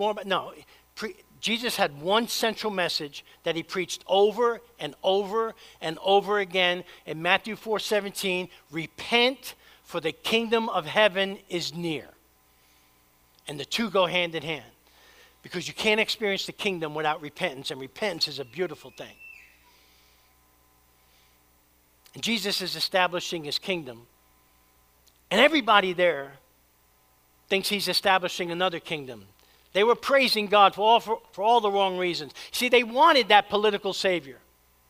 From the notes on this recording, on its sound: preached at Church of the Savior